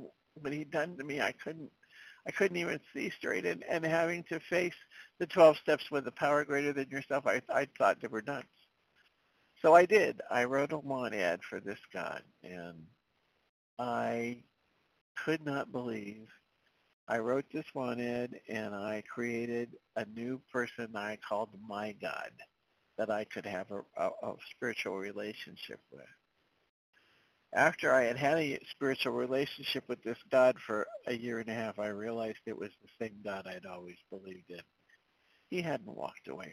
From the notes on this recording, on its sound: 100 Pounders Phone Meeting